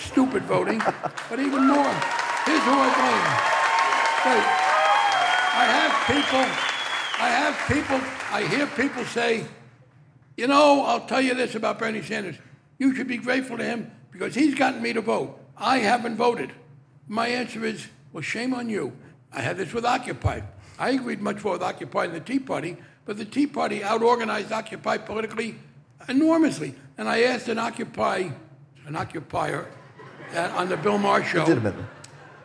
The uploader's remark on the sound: Taped in front of a D.C.-area crowd!